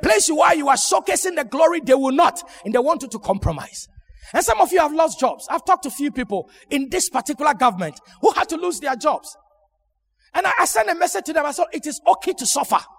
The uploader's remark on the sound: Sermon preached at Shiashie Campus